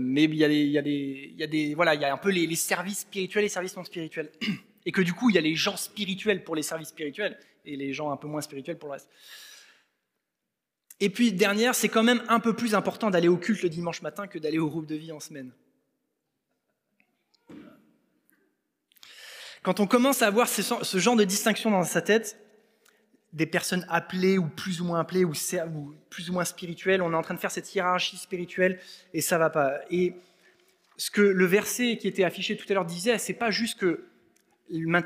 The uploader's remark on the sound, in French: Enregistré à l'église CVV